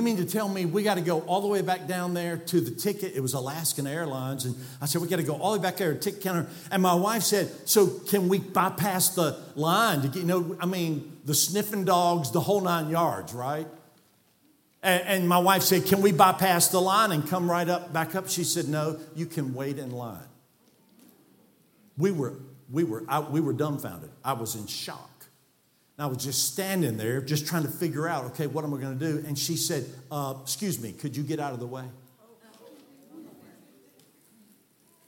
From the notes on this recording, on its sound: from the pulpit of Calvary Baptist Church